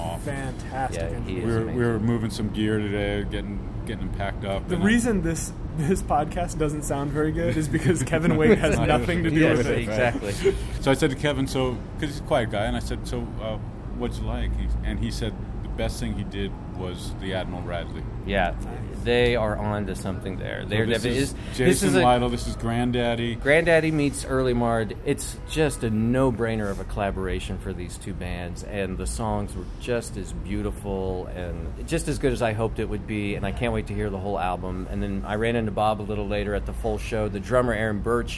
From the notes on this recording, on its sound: At the weary end of every night throughout South By Southwest. Met up on the Austin streets to break down all the events of the day.